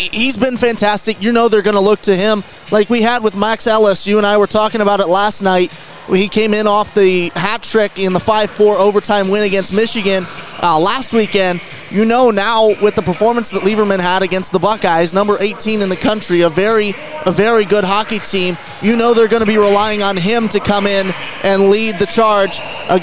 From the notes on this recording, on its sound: live from the Compton Family Ice Arena in South Bend, Indiana.